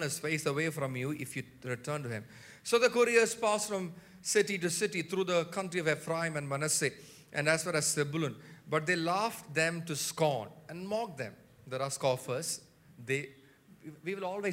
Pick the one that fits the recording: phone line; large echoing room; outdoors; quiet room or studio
large echoing room